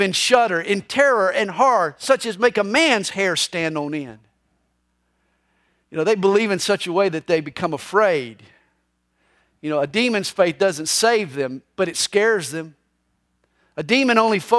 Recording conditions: large echoing room